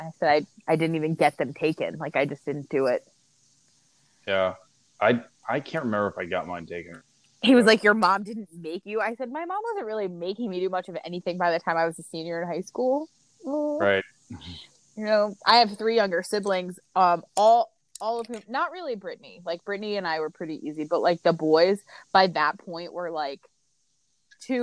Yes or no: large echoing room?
no